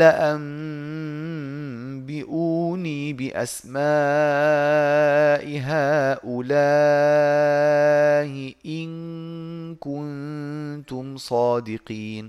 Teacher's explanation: هو قصر ها ومد لاء طبعا ها مد منفصل ولاء مد متصل